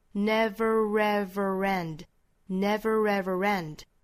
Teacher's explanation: 这三个词如果都连上的话都会有这个小小的 r 这个音来连接的